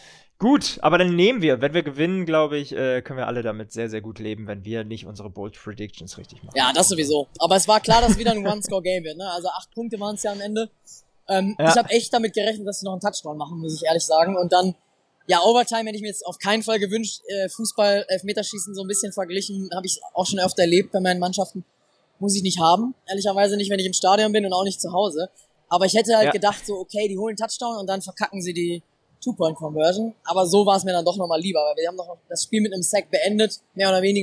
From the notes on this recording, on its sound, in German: Review live aus Charlotte. Wir haben unmittelbar nach dem Spiel eine kurze Analyse des ersten Saisonsiegs aufgenommen und die Stimmung vor Ort für euch eingefangen.